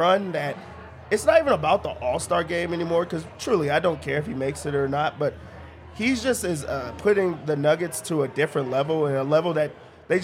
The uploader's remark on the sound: live from the Winner's Lounge at the DNVR bar